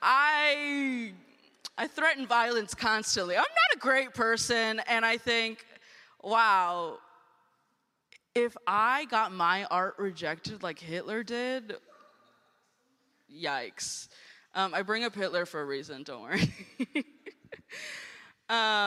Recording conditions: large echoing room